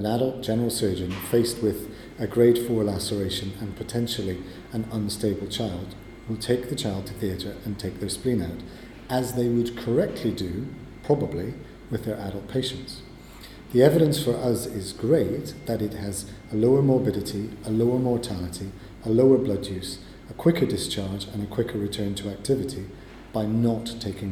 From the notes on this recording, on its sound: at the London Trauma Conference